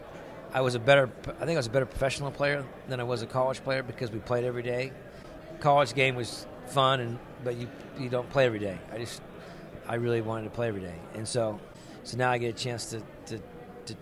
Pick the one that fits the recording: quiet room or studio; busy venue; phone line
busy venue